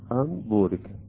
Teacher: انقلبت هذه النون إلى ميم · Term: الإقلاب